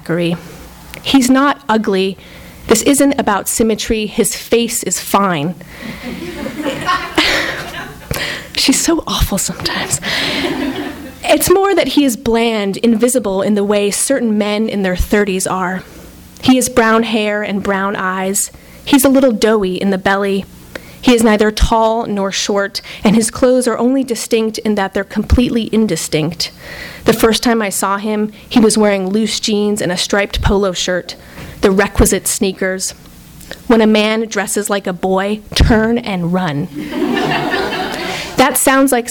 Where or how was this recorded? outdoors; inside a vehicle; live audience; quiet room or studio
live audience